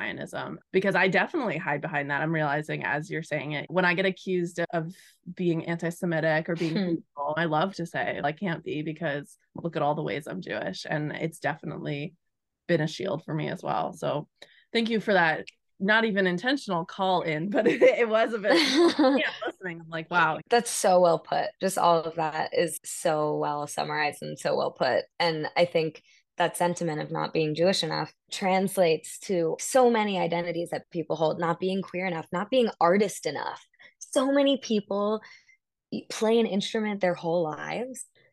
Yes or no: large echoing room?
no